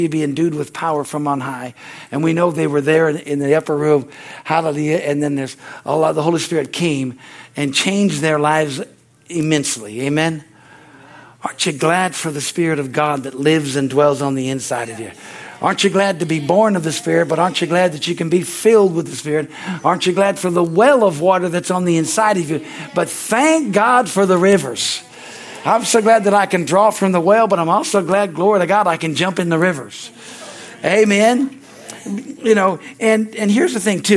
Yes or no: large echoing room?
yes